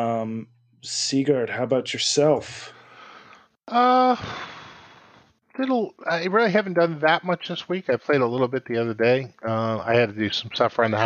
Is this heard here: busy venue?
no